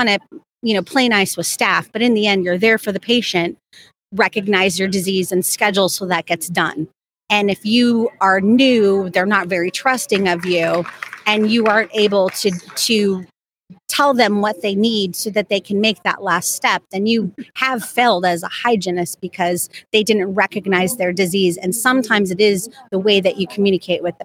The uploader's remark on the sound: The Dental Handoff LIVE from SmileCon.